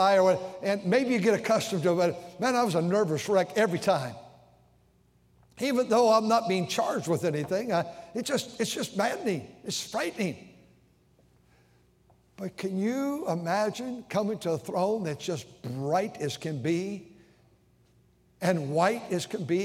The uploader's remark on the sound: during the Wednesday Evening service on October 25, 2023, at North Valley Baptist Church in Santa Clara, California.